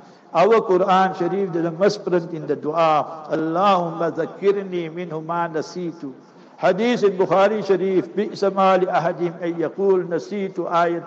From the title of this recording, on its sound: Jumu'ah Lecture - Raisethorpe Masjid - PMB